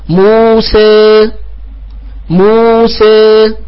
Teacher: فإننا في التقليل ننحى بالألف إلى جهة الياء وبالفتحة قبله إلى جهة الكسرة · Term: الإمالة